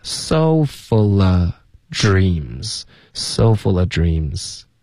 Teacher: 这里 full 跟 of 我们连读 fullof，然后 v 的音就省略了